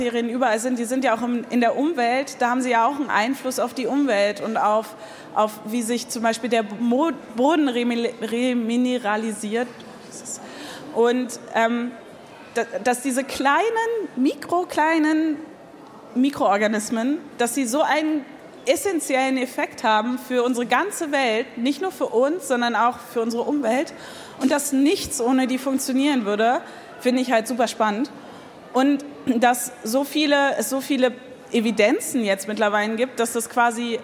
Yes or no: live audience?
yes